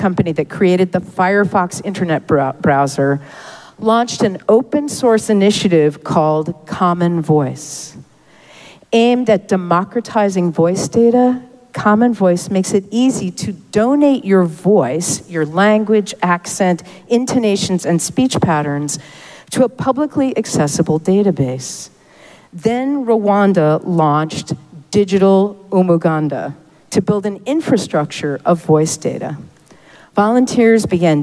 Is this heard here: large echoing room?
yes